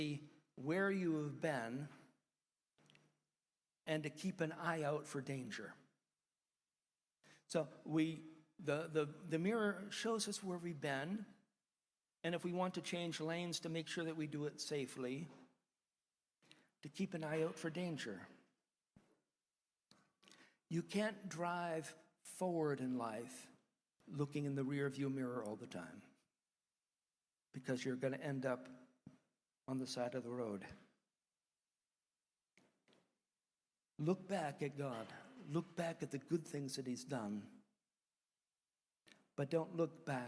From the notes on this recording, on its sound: one of the sermons preached during our church service